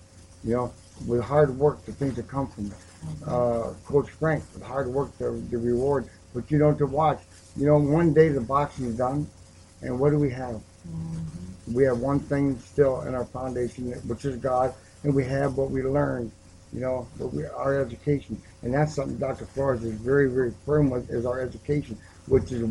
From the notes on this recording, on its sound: LIVE broadcast from Blue's gym